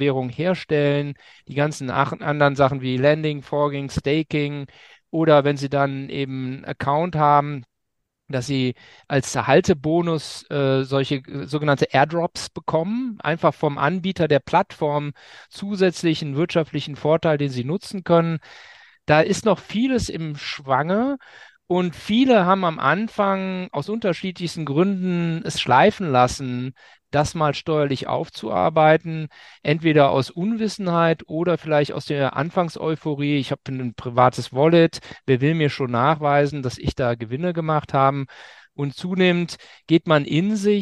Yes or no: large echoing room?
no